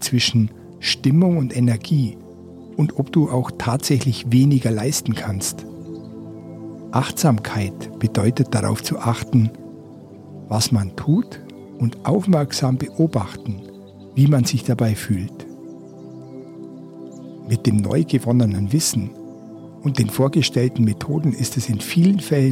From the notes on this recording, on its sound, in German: Ich nehme dich auch in dieser Staffel wieder mit auf eine ausgedehnte Wanderung, die mich diesmal von Freiburg, durch den Schwarzwald bis zum Bodensee führt und weiter am Alpennordrand entlang des Wanderwegs E4 bis nach Altötting in Oberbayern. Auf meiner Wanderung habe ich wieder neue Ton-Aufnahmen zum einschlafen gemacht. Jede Folge beinhaltet Naturgeräusche.